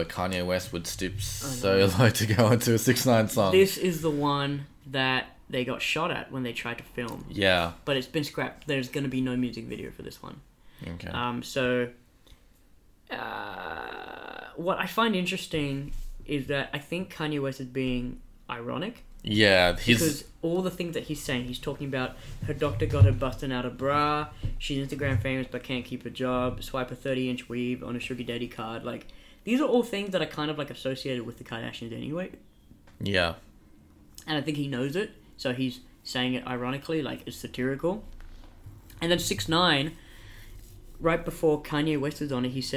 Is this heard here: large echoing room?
no